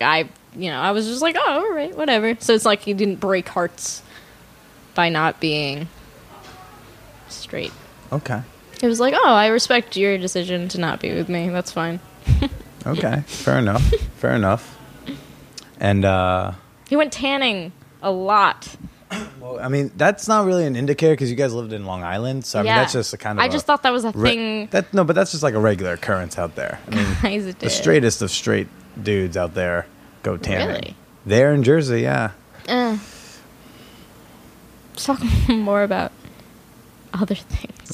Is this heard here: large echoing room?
no